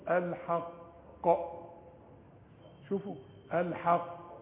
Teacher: القاف تقلقل والقلقلة أبين، علشان دول اتنين قاف